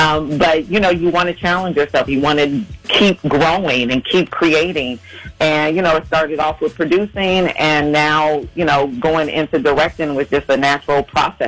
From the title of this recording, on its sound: Called